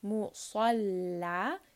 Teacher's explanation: So sad is heavy, lam is light.